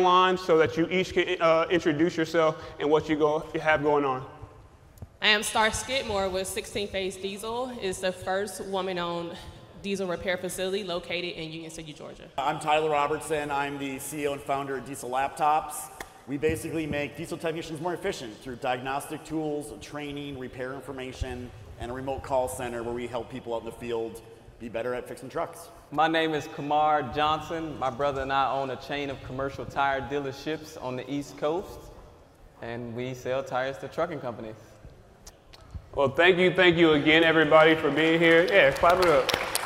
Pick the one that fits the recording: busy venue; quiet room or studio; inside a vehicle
busy venue